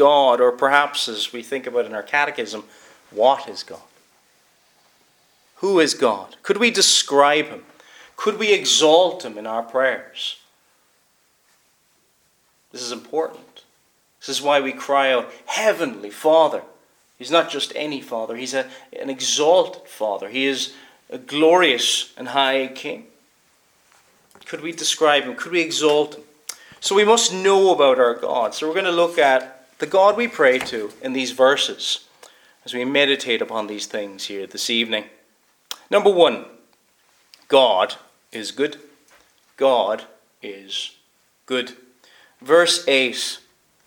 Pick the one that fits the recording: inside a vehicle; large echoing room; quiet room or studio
large echoing room